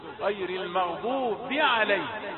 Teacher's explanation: المغضوب ميم مفتوحه وهي ميم مرققه وغين مفخمه